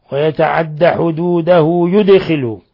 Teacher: نلاحظ قلقلة الدال من لفظ يدخله